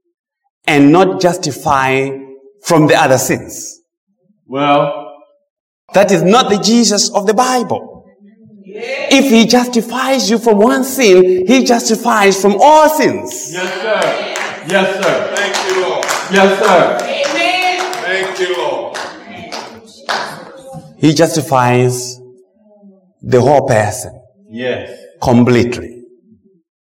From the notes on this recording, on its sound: Preached at Mt Zion Missionary Baptist church, TN